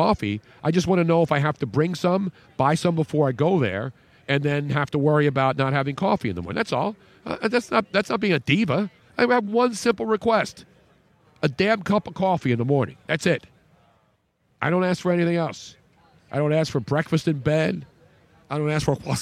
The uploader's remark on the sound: Radio Row in Houston.